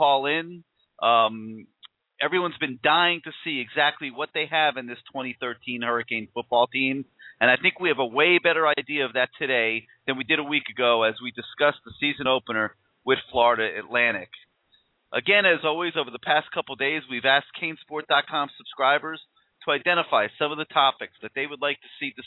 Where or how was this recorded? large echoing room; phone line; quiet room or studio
phone line